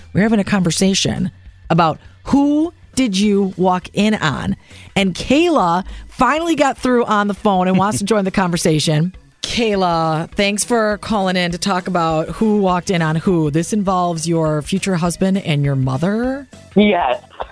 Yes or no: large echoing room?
no